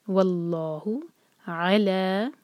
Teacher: اللہ تعالیٰ کے نام میں جو لام ہے وہ ہیوی پڑھیں گے کیونکہ اس سے پہلے جو ہے فتحہ ہے. واللہ علی، عین کو کلیئر حلق سے ادا کریں گے.